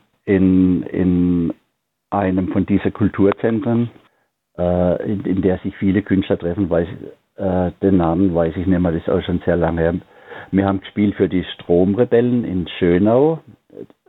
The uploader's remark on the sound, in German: HoffART Theater. Die GIGparade ist das Live-Konzert Magazin von Radio Darmstadt für die regionale Musik- und Kultur-Szene Darmstadts. Für aktuelle Infos rund um die GIGs werden die Musiker und Künstler per Telefon direkt in die Sendung zum (Live-)Interview hinzu geschaltet.